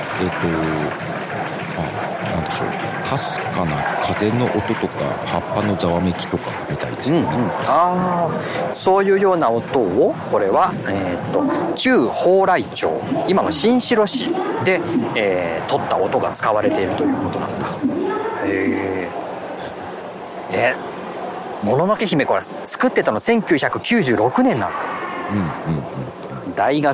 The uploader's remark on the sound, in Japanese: 今月は高校野球の実況後に外から収録していましたが。